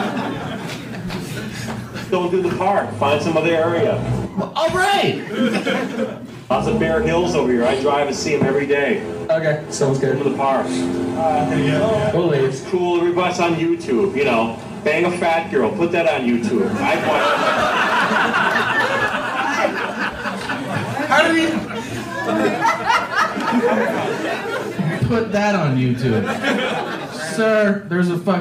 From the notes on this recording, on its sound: Live From Vancouver.